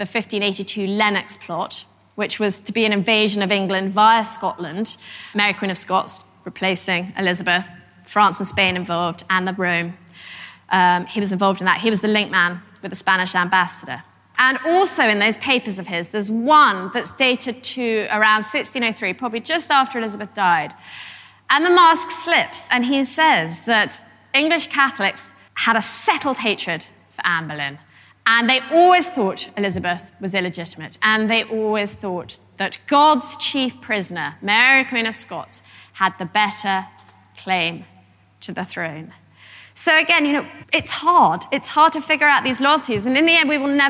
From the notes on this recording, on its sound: a lecture from our 2014 History Weekend in Malmesbury